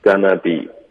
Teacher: Gonna be 不是 gonna tobe，OK，没有 to 的音